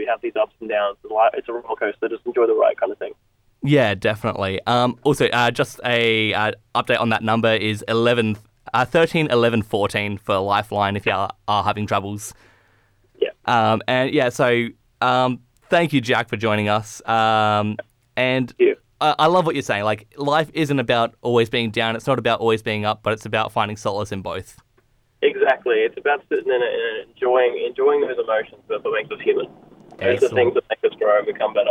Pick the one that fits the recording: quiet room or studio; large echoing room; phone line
phone line